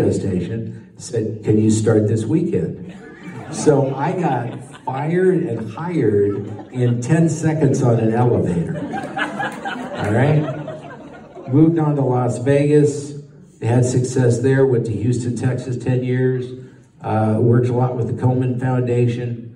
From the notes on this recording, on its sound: Minnesota Broadcasting Hall of Fame speech live from the Pavek Museum